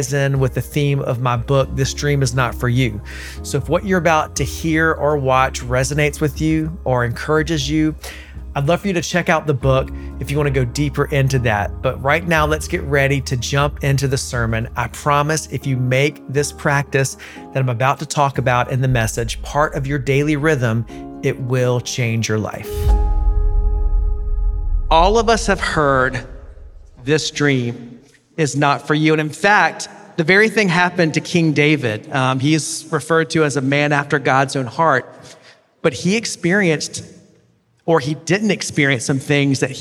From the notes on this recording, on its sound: preached at The River Worship in Toronto